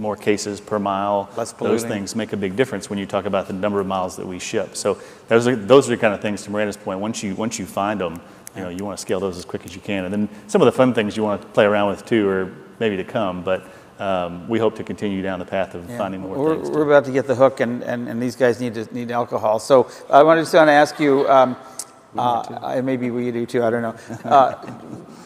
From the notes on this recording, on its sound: The best of live interviews from GreenBiz events.